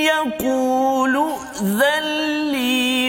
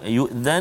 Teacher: nun mati bertemu dengan lam idgham bila gunnah · Shown in: first take